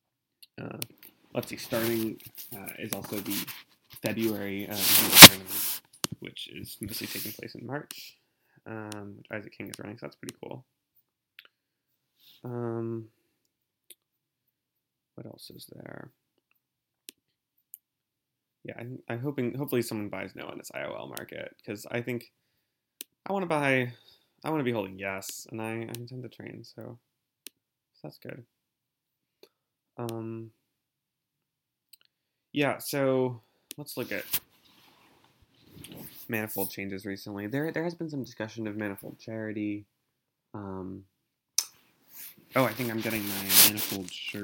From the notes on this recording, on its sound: worst sound quality I have ever heard in a podcast, or any online audio recording really